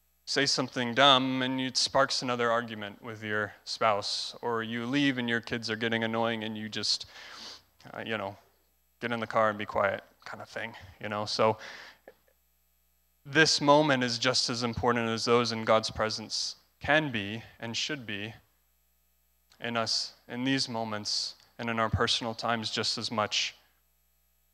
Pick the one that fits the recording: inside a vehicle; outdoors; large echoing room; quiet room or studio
large echoing room